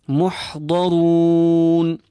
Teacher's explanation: Dad nice and strong and filled. Thereafter, we have a full ra and feel the wow until the end of the word.